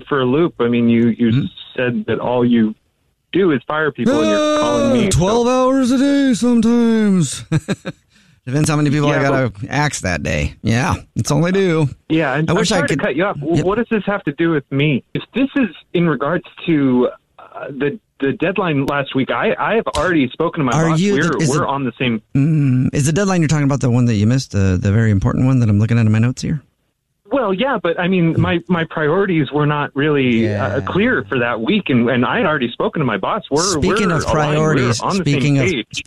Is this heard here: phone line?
yes